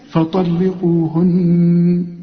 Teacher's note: برضو الطاء فيها والقاف مفخمين دول. فطلقوهن، ودي النون عند الوقف وعند الوصل لازم تغن